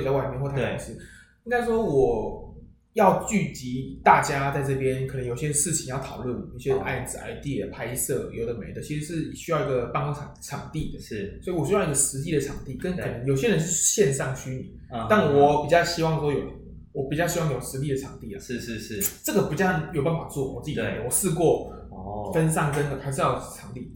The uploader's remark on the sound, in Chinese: 因為錄音空間關係，回音較重，請聽眾多多見諒。